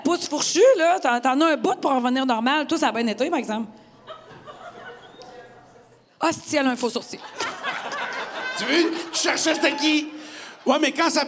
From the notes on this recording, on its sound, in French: Cet épisode a été enregistré devant public Chez Roger Bon Temps à Québec.